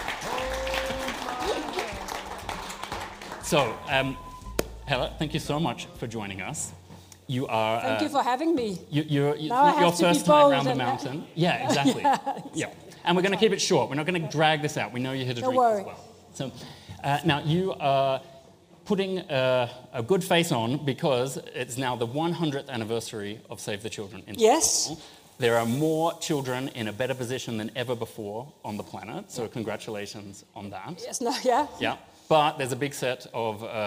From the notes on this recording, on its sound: Today’s pop-up podcast from the World Economic Forum. Speaking before an audience at a live taping of the podcast in Davos.